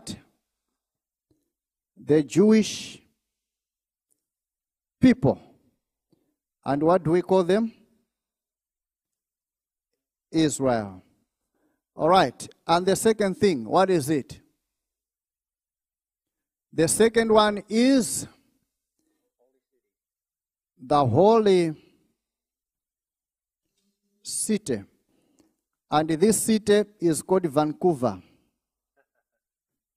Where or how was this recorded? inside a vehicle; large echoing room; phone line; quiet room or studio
large echoing room